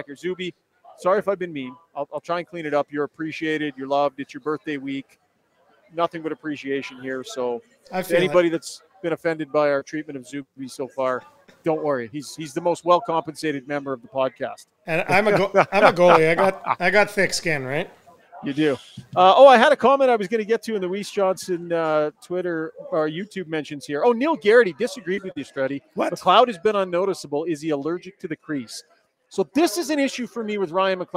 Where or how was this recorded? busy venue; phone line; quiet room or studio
busy venue